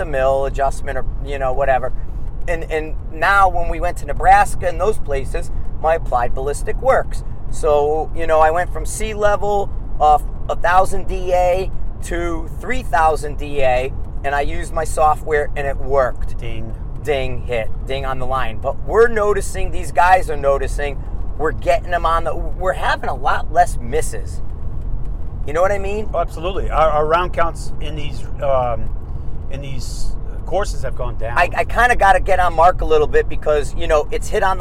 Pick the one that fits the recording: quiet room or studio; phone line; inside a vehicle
inside a vehicle